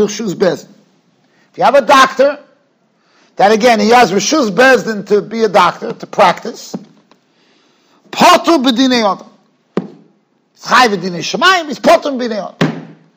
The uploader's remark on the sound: Shiur recorded in Yeshivas Ohr Reuven, Monsey, NY.